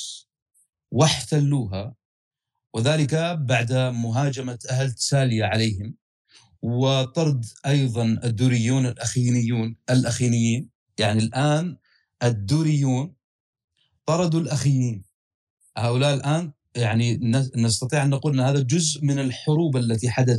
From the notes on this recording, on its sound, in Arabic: تسجيل لدروس عوالم الفلسفة على مساحات تويتر